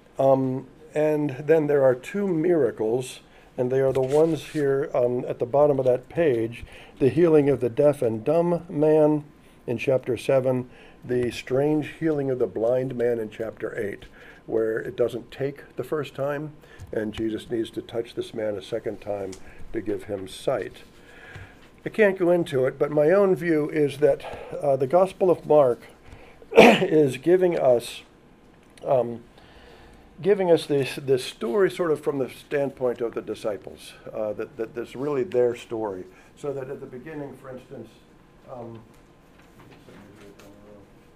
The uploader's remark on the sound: audio of a lecture delivered on Tuesday, March 29th